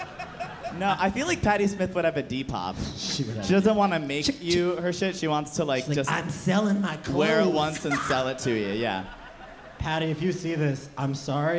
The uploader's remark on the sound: Live In Concert, SXSW 2017. The band's set at Stubb's BBQ in Austin, Texas, recorded live for NPR Music.